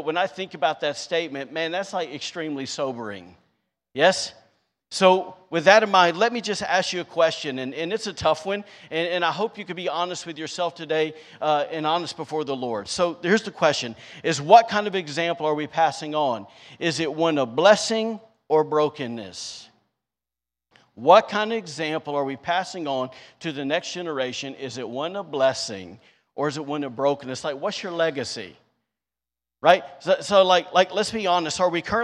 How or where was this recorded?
large echoing room